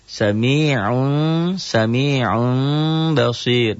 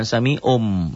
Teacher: Iklab itu bunyi M tapi samar. · Shown in: first take